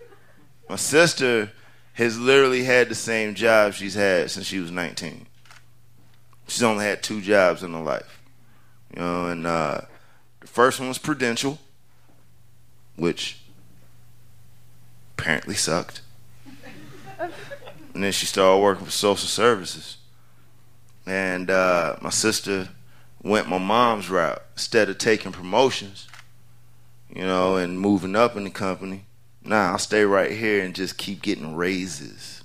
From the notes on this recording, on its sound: recorded live on 20 May 2015 at Buntport Theater in Denver, Colorado